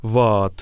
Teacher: Это как бы такой показатель, который стремится к положению нейтрального уклада органов речи, в, в позицию лени. Там вообще, строго говоря, шва может звучать, гласный среднего ряда, среднего подъема. Вот. Так что это такая речевая лень, которая связана с ослаблением интенсивности звуков и напряженности органов речи в слабых позициях их фразы.